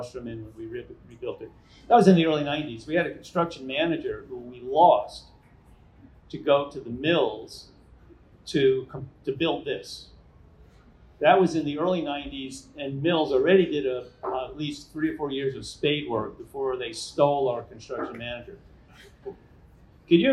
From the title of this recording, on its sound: Live from ICSC NY/NJ